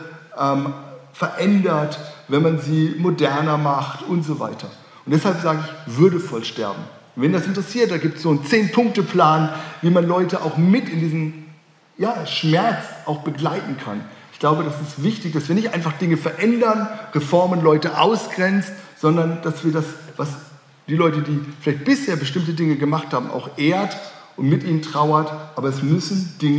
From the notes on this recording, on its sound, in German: Öffentlichen Vortrag. Hatte das Theologische Forschungskolleg der Universität Erfurt.